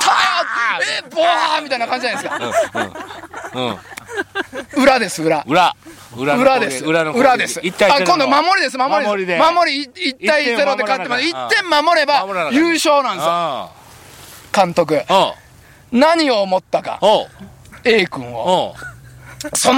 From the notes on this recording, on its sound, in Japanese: 長野県ビーナスラインの霧ヶ峰高原にて。バイクツーリングをして青空対談収録を開催いたしました。